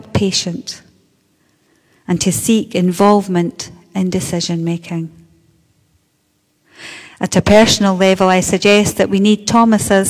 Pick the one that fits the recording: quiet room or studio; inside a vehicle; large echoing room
large echoing room